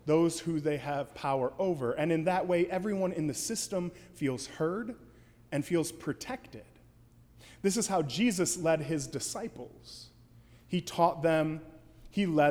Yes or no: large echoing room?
yes